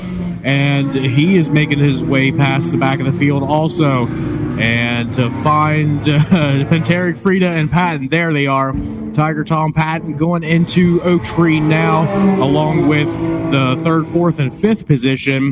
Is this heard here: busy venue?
yes